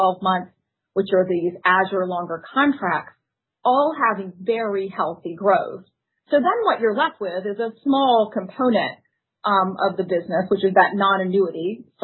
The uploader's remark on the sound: Conference Call